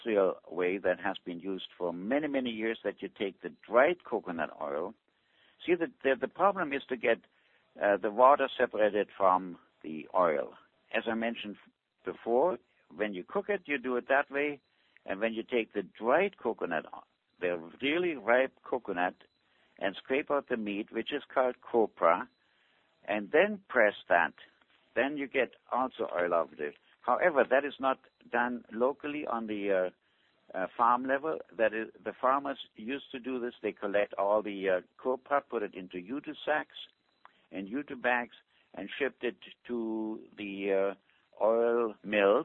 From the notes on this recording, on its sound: Avena Originals Conference Call